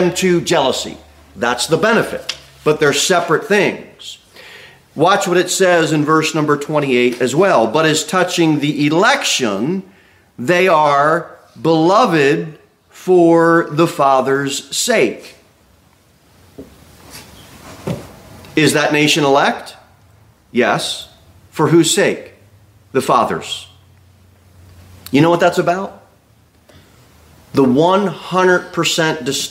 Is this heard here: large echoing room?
yes